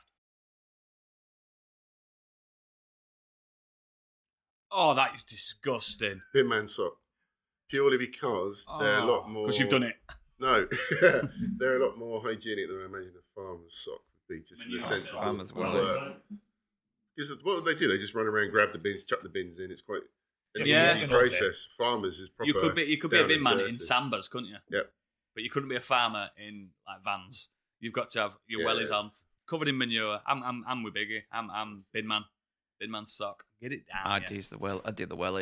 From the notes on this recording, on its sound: It's one of our live in person podcasts from October 2022. This was recorded live and in person at the Podcastle. Please excuse any of the echoes or noise spikes, this was recording in the same room on separate mics and we've tried out very best to tidy up the audio.